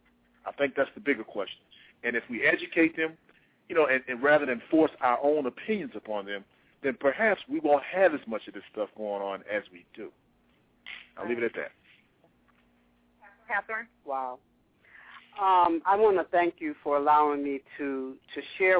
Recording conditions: phone line